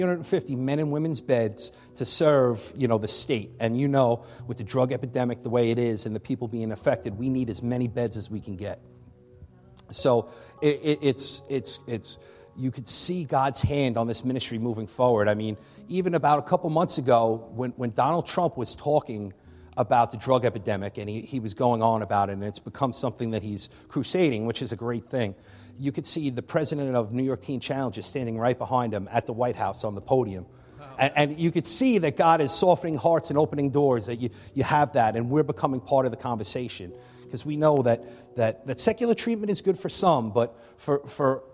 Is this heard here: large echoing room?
yes